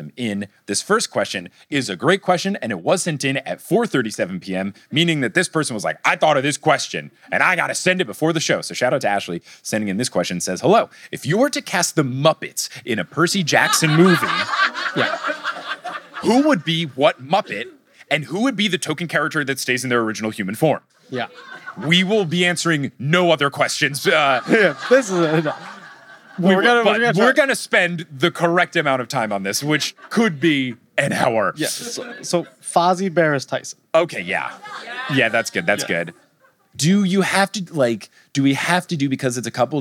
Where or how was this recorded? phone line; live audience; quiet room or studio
live audience